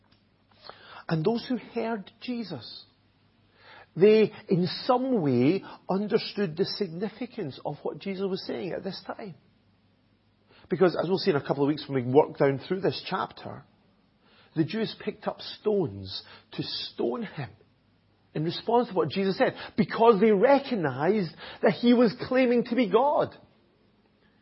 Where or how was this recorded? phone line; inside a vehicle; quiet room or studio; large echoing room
large echoing room